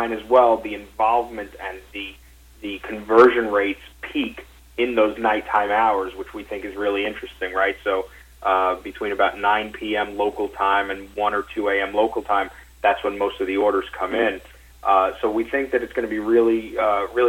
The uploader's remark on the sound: NightFood Investor Conference Call